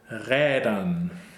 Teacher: it's a long A umlaut sound because there's only one consonant. And this A vowel is not, it's not necessarily just like gelernt, right?